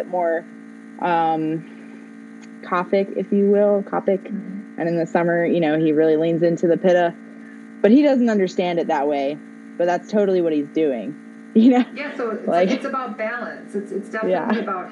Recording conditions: background noise